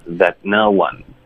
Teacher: 我们这个 that 不要有一个 that 这种爆的感觉，OK，你就是送出来就行了